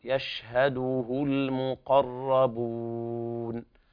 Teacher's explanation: الصواب أن الواو تخرج من جوف الحلق وليست من الخشوم